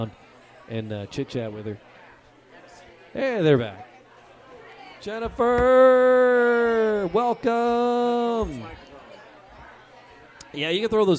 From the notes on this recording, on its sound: recored live at Detroit City Distillery in the Eastern Market